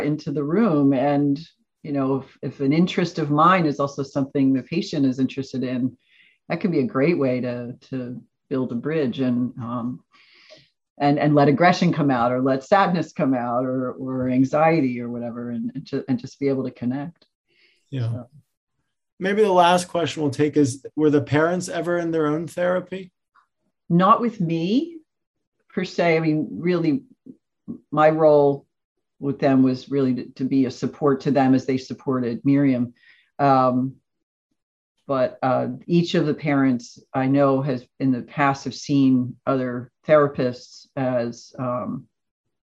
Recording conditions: video call